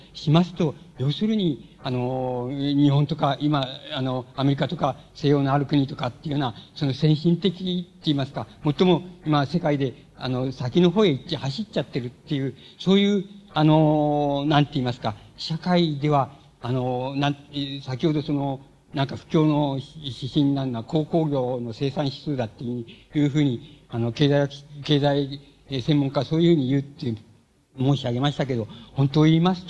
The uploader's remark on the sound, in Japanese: 場所：渋谷・シアターコクーン。音源は主催者提供。